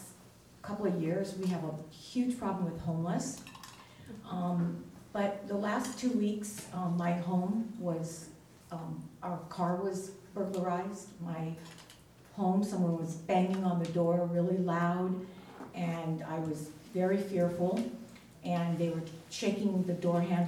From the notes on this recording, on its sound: Live recording of Astoria City Council meeting. In City Council Chambers.